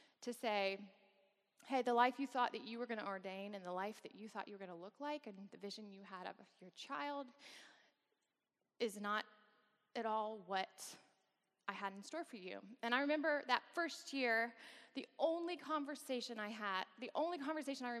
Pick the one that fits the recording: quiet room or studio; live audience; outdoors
live audience